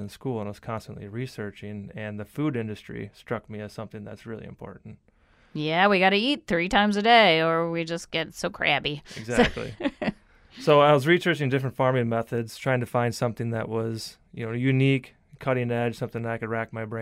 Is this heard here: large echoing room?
no